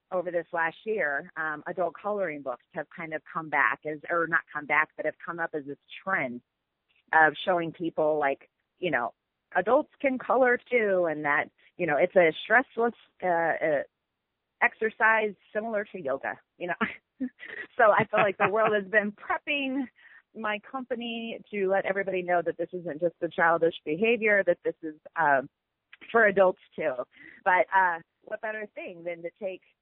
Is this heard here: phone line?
yes